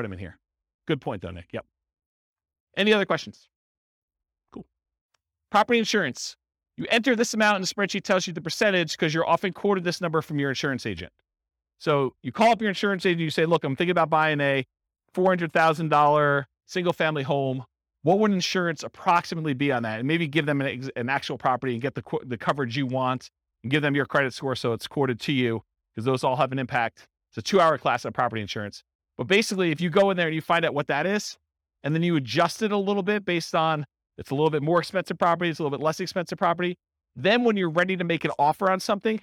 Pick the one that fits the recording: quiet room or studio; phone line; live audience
live audience